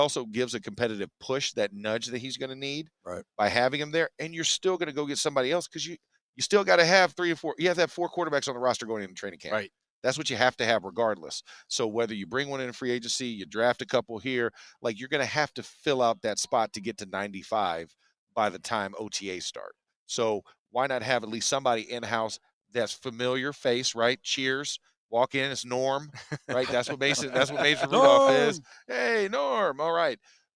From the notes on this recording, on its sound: The Drive LIVE from the NFL Combine.